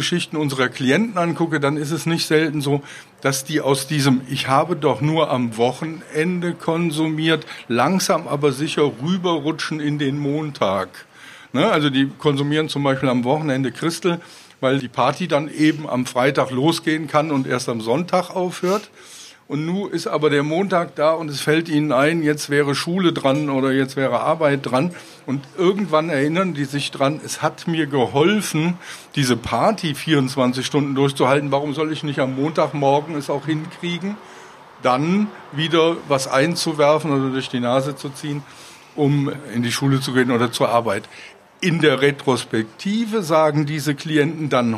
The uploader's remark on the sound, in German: in der Kleingartenkneipe El Horst